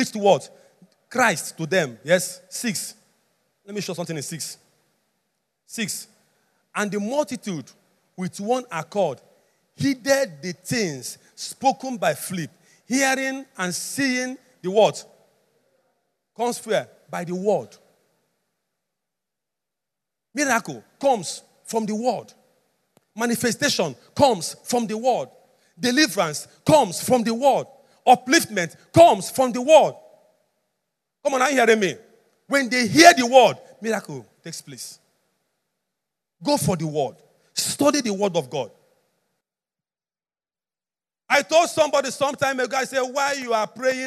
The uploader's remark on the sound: Message preached at the Overcomers Church World Outreach - Harvest Land, on Sunday, October 31, 2021.